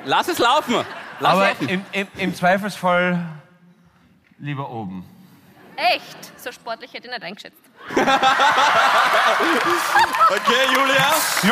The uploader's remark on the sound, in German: Hawi D'Ehre LIVE - Graz